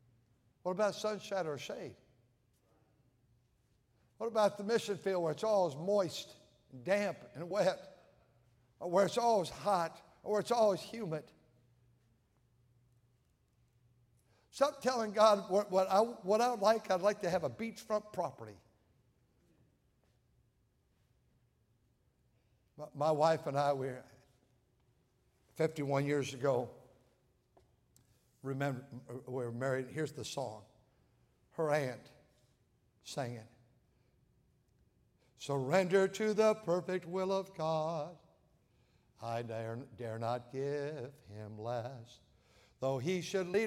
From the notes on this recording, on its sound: at North Valley Baptist Church in Santa Clara, California, during the Sunday Evening service